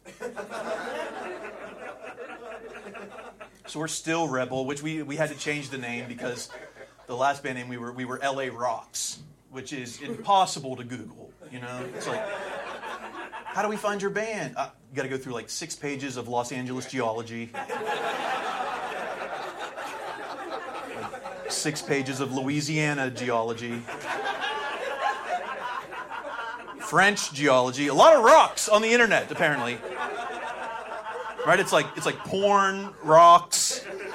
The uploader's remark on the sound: Recorded at Flappers Comedy Club in Burbank, CA